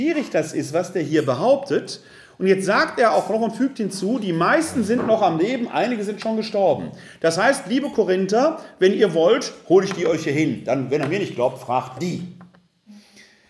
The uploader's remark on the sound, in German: In einem Vortrag vor dem ökumensichen Gesprächskreis Rott (Wuppertal-Unterbarmen). Wir präsentieren hier den Mitschnitt des Vortrages.